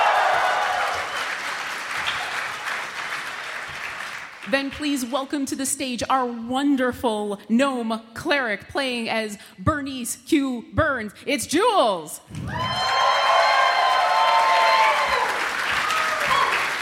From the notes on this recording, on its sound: RTX 2017 Live Game. The audio from our 2017 RTX live D&D panel!